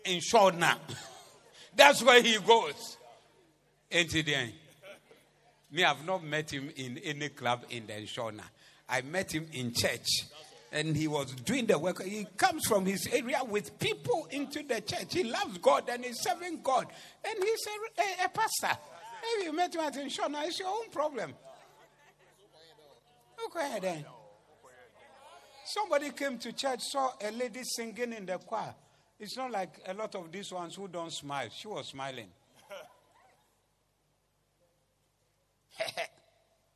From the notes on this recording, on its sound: Preached at the Zeloo Service